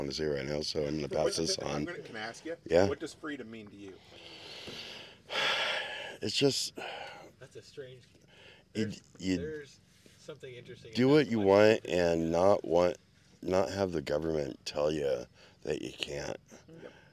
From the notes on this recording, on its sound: IN PERSON ROUND TABLE AT THRIVALIST FAIR. This is the recording of the Workshop Get together at the Thrivalist Fair in Addy WA.